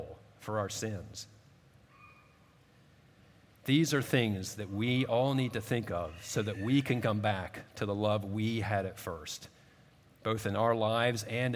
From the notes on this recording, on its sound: At Redeemer Presbyterian Church in Charleston, SC